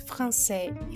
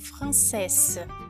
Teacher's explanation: O S no final vai ter o som do Z. · Shown in: first take